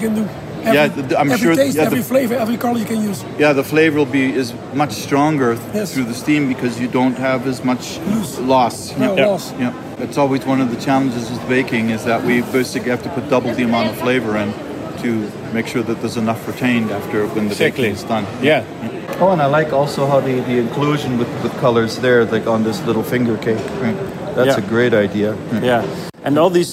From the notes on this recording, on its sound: Baking With Steam at iba 2023. Directly from the show floor.